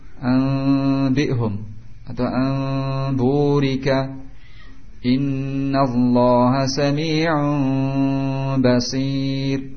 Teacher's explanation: dengan tidak merapatkan kedua bibir, sehingga tidak membentuk mim · Term: iqlab